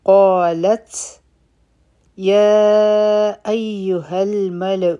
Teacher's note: قالت، قاف غټ حرف دی او حرف مد دا دی، دوه حرکا به را کاږو. په تا باندې سکون دی، نو دلته کې به مونږ همس کو، یعنی سا به مو جاری وي